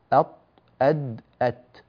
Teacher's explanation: تخرج من طرف اللسان مع أصول الثنايا العليا، أصول يعني منابت الأسنان، منطقة اتصال العظم اللي هو عظم الأسنان باللحم الذي هو اللثة، اتصال الأسنان باللثة، هذا اسمه أصول الثنايا.